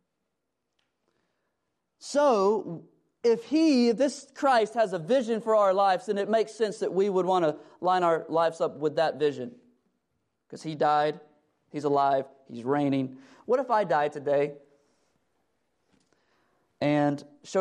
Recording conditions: large echoing room